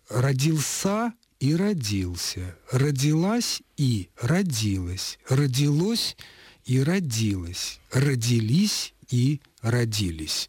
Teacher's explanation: Как видим, в формах прошедшего времени этот глагол допускает ударение как на слоге, который следует непосредственно за корнем, так и на окончании, которое находится между суффиксом «ль» и возвратным постфиксом «си».